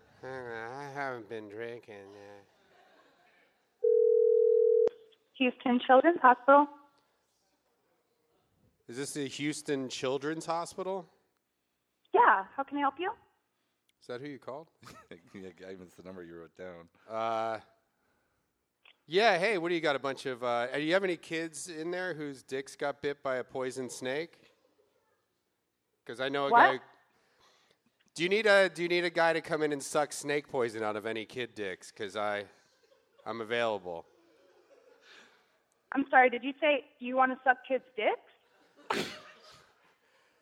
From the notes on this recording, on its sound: LIVE IN HOUSTON